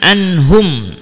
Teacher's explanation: Kemudian anhum, sama juga sudah kita bahas tadi, hum mim mati yang bertemu dengan selain mim dan ba, maka dibaca idhar syafawi, dibaca idhar syafawi atau mimnya jelas tanpa dengung